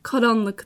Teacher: Ve K'lerde biraz baskınlık var. Yani art damaktan çıkıyor K'ler.